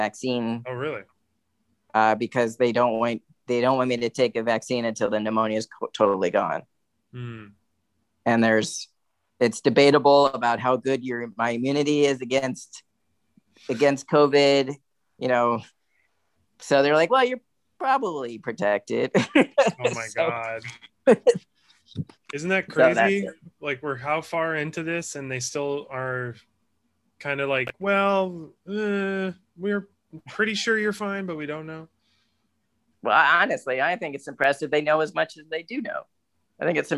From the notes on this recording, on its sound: We record remotely and we work remotely as well so, if you hear an email or a notification, perhaps a hiccup with the recording, please forgive us